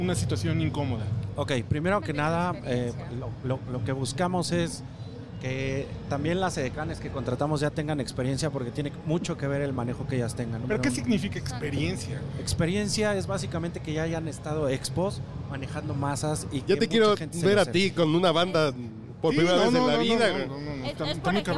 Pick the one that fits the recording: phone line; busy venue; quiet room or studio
busy venue